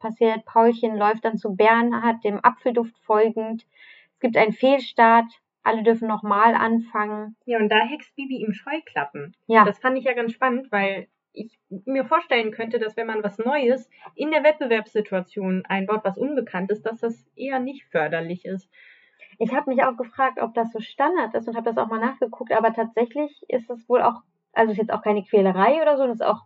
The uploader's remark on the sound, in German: Bessere Aufnahmequalität gibt es ab Folge #03.